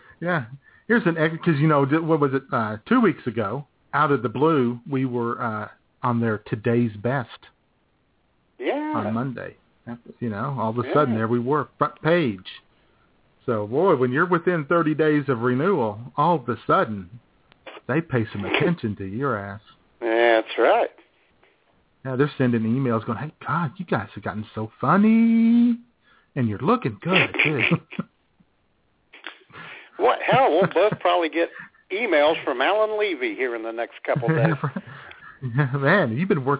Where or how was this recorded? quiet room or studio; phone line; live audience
phone line